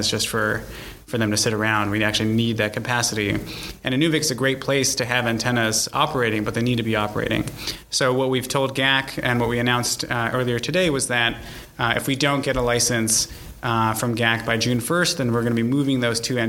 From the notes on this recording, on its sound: This podcast was recorded at the Canadian SmallSat Symposium which was held last week in Toronto